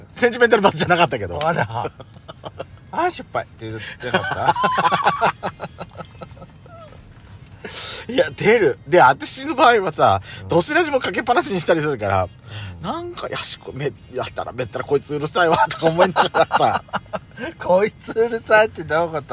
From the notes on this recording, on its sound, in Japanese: 2人組。パーキング収録。